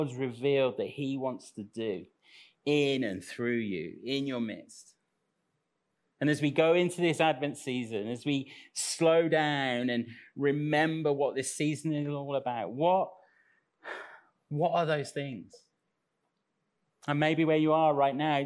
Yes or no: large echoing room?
yes